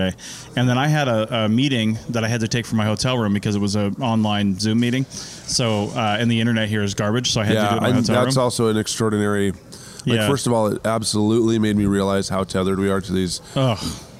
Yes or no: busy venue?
yes